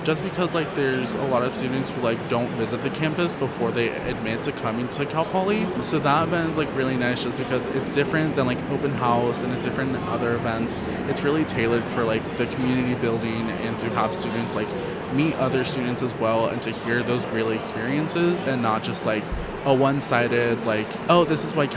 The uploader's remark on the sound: Live from #IMEXAmerica